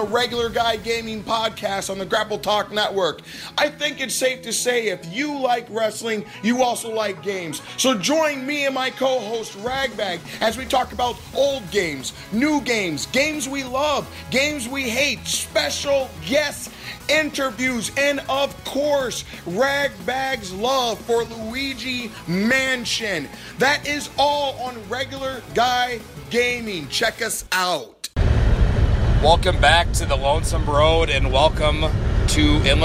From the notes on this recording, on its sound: A journey across the Midwest in the car.